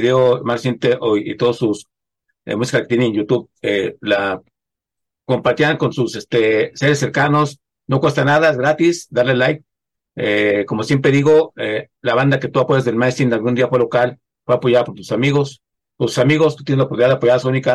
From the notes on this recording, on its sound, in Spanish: Charlamos via zoom